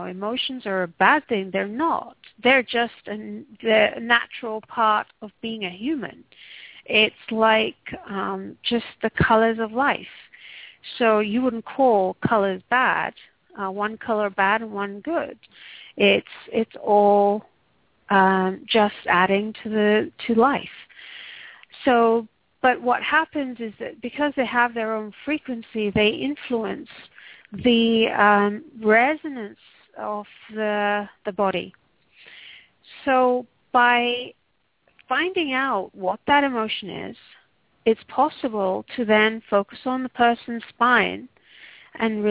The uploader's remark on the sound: Takes your calls for healing live today!